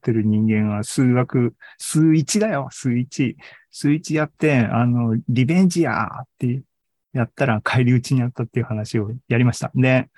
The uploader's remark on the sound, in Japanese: ZOOMライブの模様です。